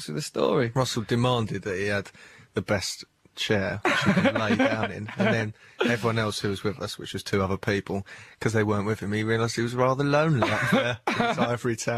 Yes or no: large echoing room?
no